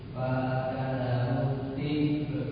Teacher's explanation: hamzah tetap dibaca dari pangkal tenggorokan, lalu setelah itu kita lafadzkan ba dalam keadaan sukun · Term: hamzah sukun